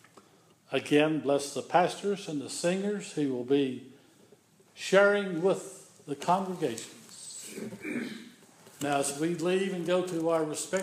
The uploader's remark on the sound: This is an audio recording of the Sunday worship service at Persia United Methodist Church in Rogersville, TN.